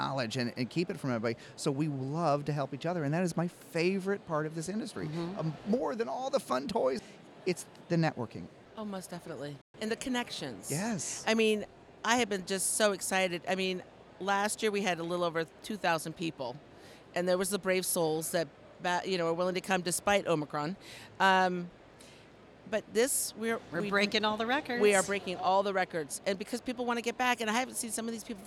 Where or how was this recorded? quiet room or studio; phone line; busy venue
busy venue